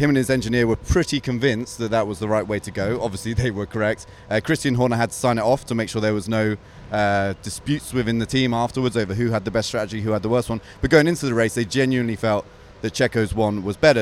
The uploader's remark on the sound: on location at the Miami Grand Prix